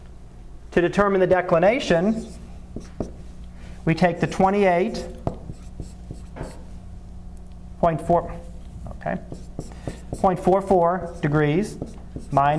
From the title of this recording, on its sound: Live Class Lecture